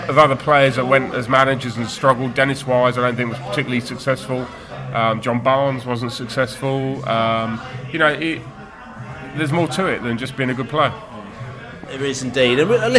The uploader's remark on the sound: Beesotted Pre-Barnet FA Cup Podcast From The Pub.